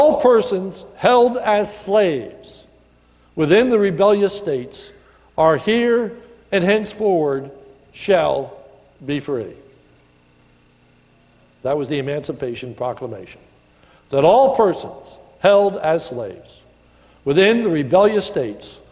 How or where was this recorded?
large echoing room